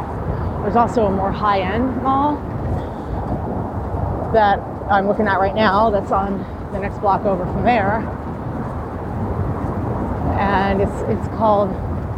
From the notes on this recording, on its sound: Apologies for the sound...I was outside walking. This is a rare time where the audio sounds better UNmagicmastered.